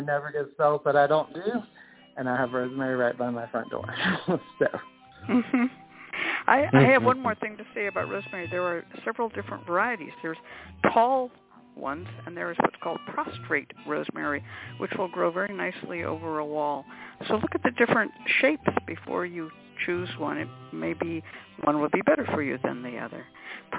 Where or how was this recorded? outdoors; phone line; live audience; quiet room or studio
phone line